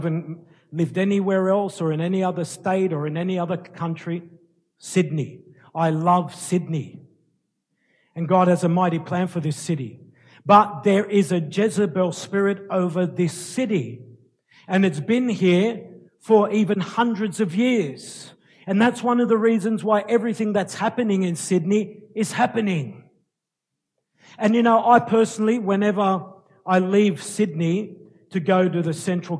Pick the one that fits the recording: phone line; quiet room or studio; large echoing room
large echoing room